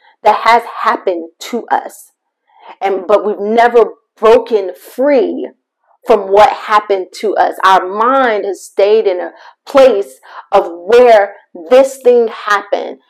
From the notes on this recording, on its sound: MY APOLOGIES FOR THE MIC QUALITY!